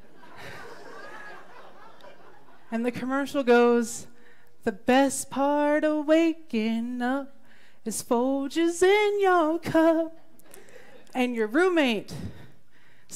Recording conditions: live audience